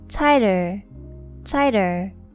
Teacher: The pronunciation of the second T is between ta and da